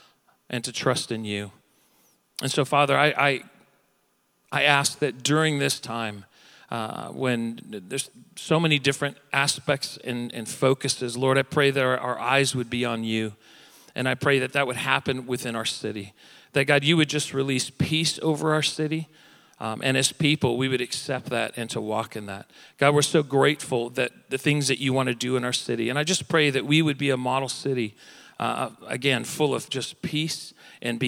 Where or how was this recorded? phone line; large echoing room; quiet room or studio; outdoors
large echoing room